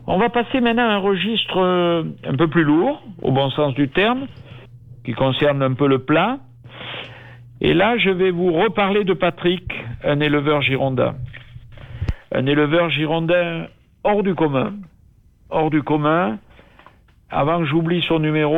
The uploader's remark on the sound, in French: En direct et par téléphone.